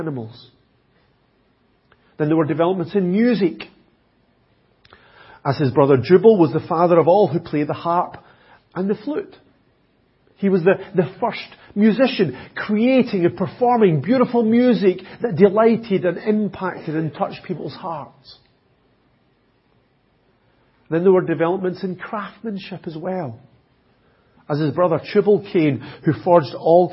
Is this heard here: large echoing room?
yes